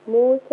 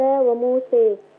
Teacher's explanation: يبقى تعمل لها الفتح والتقليل